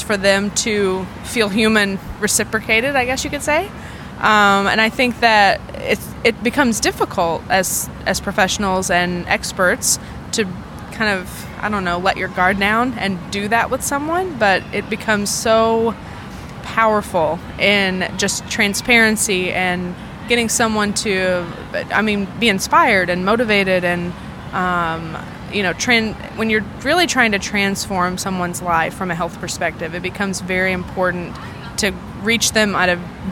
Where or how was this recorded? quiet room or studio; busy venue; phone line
busy venue